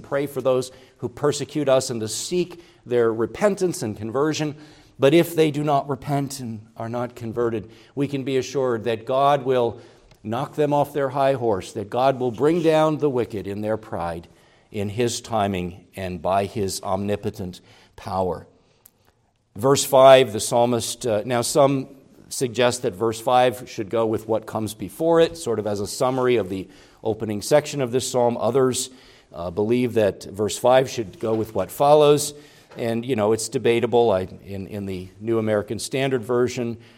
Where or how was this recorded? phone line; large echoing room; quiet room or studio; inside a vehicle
large echoing room